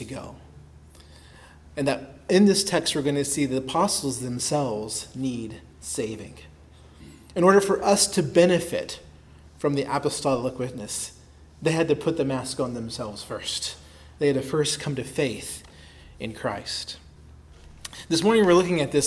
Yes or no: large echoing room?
yes